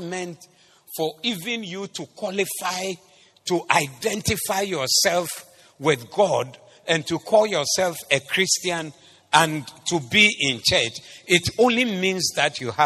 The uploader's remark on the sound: Preached at the Zeloo Service 19112023